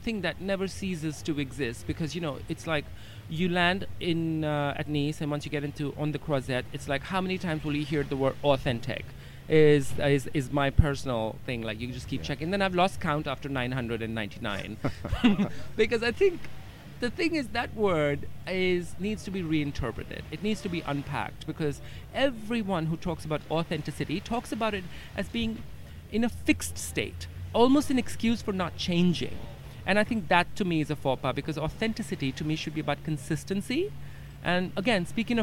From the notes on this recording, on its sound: The second of our series of shows being produced at Cannes Lions International Festival of Creativity 2017